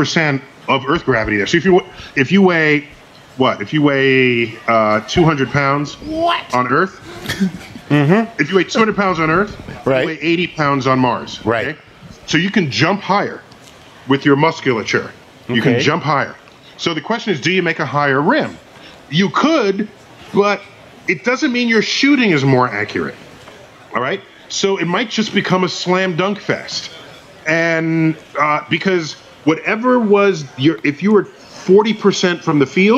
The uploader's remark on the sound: Our Playing with Science TuneIn party at the SXSW festival